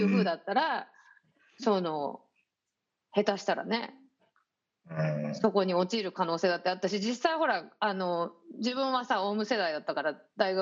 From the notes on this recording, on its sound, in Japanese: 本収録はビデオ会議サービス「Zoom」を使用し。一部聞き取りづらい箇所があります。